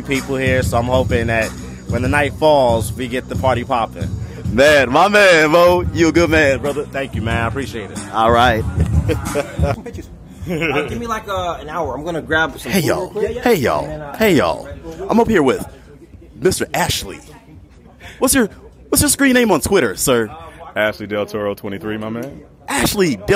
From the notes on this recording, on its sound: The Hotwife Palooza II in Palm Springs, CA. LIVE interviews with party goers.